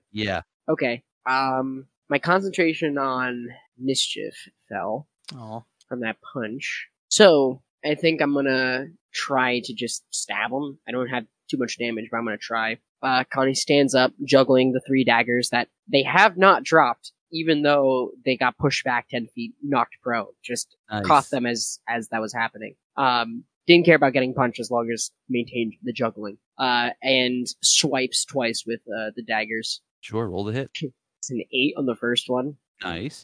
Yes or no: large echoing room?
no